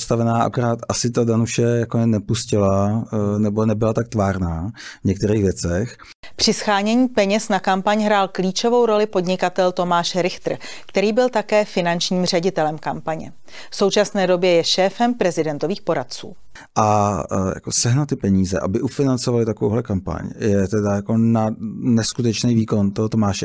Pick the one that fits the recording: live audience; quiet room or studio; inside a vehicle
quiet room or studio